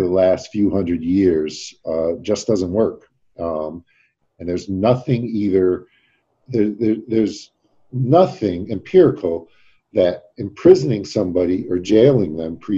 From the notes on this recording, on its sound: Today’s zoom video podcast